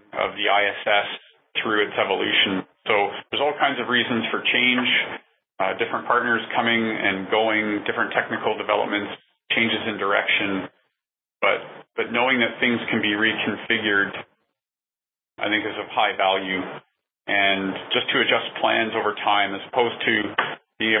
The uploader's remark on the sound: The talk was part of NASA’s Future in Space Operations weekly teleconference series from mid-2018.